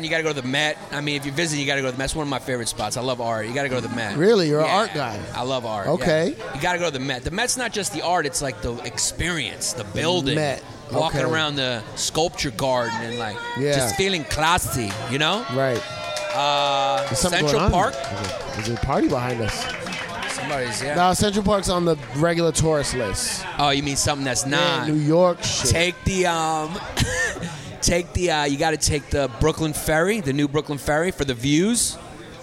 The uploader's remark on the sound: Recorded at the legendary Comedy Cellar.